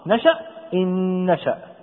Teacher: إذا جاءت النون ساكنة وبعدها نون أخرى متحركة أدغمت الأولى إن نشأ، لا نقول إن نشأ، أليس كذلك؟ ولكننا ندغم الأولى في الثانية بحيث يصبح لدينا نون واحدة فقط، يرتفع اللسان لها ارتفاعة واحدة، لا نقول إن ثم يهبط اللسان ثم يرجع فيرتفع مرة أخرى، نشأ إن نشأ. · Term: إدغام بغنة